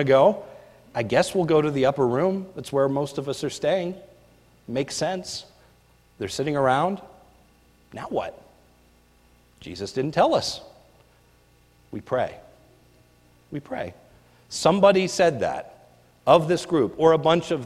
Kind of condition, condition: setting, large echoing room